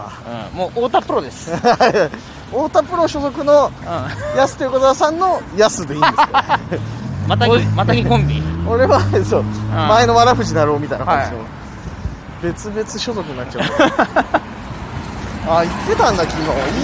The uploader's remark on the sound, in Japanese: 今回は歩きながらのお話し。